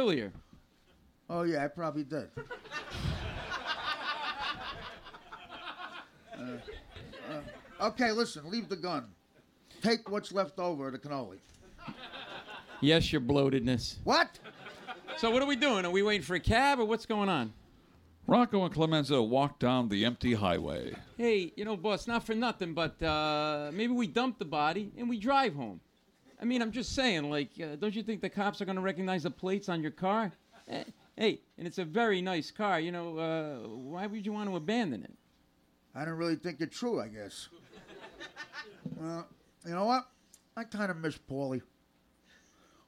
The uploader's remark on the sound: This is the full live recording of "The Year of the Godfather - Episode 2". Taped in front of a live audience at the Village Underground in the West Village.